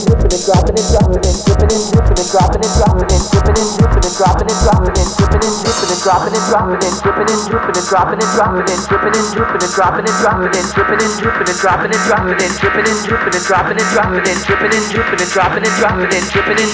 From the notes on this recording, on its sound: a recording of my set taken from Sunday Skool in Hull